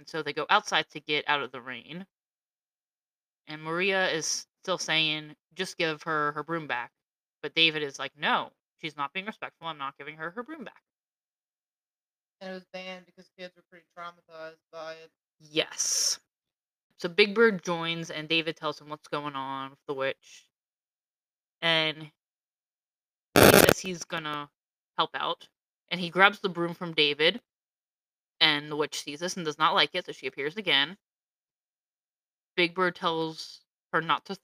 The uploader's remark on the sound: Sorry for the not so great audio.